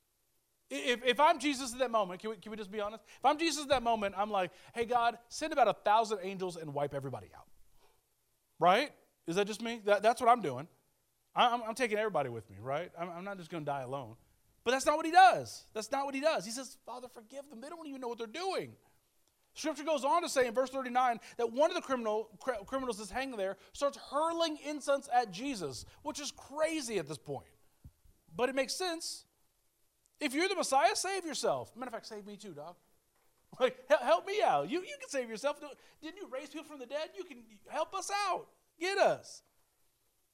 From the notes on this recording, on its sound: Speaking at Soma Community Church in Jefferson City, MO on 14 May 2023.